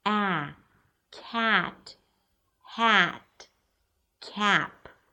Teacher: What defines the sound is the tongue position. For the front ah sound, the tongue pushes forward and the sound resonates in the front part of the mouth.